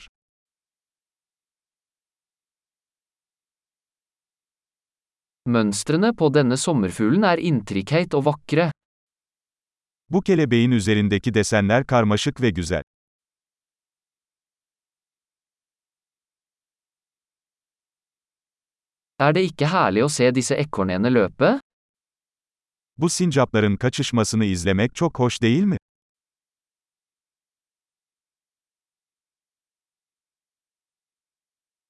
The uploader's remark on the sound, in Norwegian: Lyden av den ravende bekken er terapeutisk.